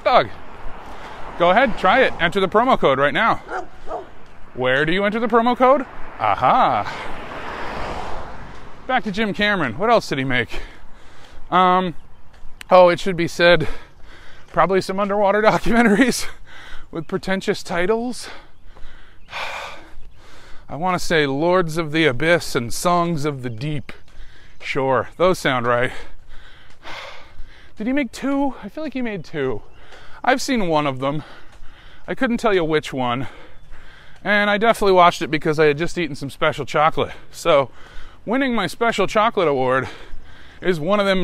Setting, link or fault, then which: setting, inside a vehicle